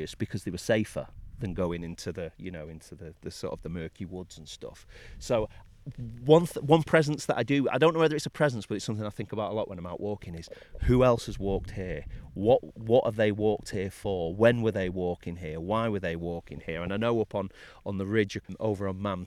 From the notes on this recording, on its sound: This interview was recorded in four parts. We met at the Winter Gardens in Sheffield for coffee and lunch before heading to a Millenium Gallery store for a private tour of a selection of stunning landscape art exhibitions. A few weeks later we met in Edale for a short walk on Kinder Scout where we recorded outside close to Jacob’s Ladder. Finally, we met at the Penny Pot Cafe in Edale for a sketching tutorial and lots of coffee!